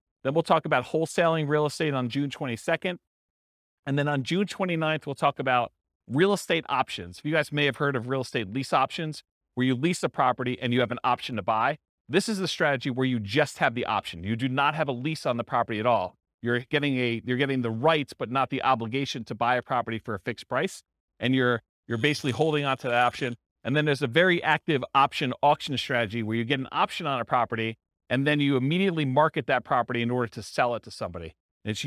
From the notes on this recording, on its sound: This was a live class recorded